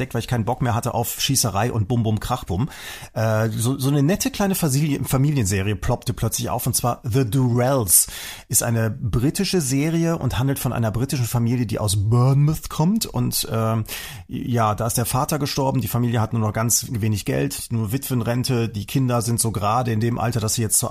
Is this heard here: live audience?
no